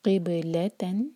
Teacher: با پر قلقلہ اور با ساکن کے بعد لام، تو لام پر زور